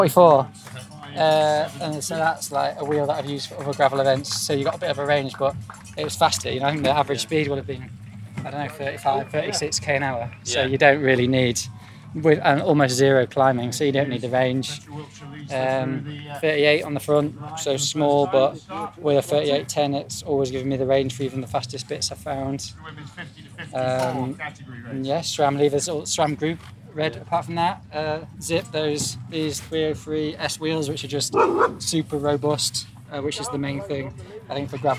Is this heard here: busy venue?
yes